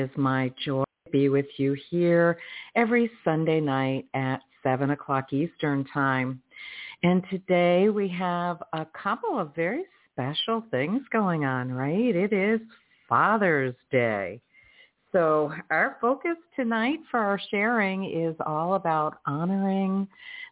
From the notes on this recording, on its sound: in response to callers' questions